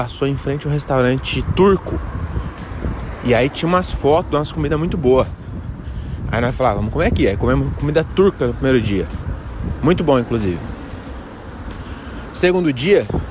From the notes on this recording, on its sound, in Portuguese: Episódio gravado pelas ruas de Porto, no norte de Portugal